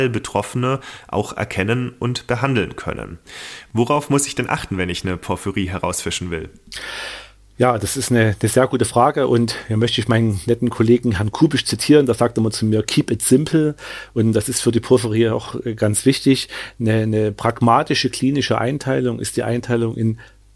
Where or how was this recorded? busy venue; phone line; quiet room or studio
quiet room or studio